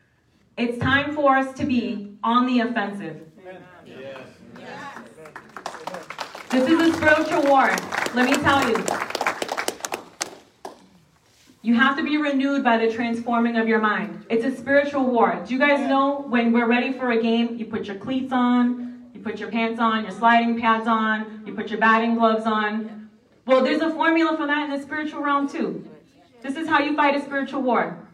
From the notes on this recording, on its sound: A special LIVE talk. Christian Revolution LIVE event New Hampshire.